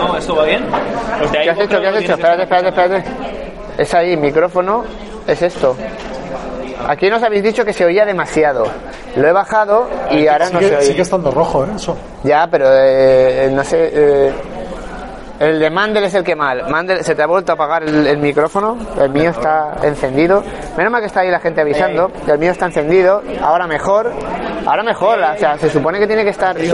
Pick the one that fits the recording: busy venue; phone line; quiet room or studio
busy venue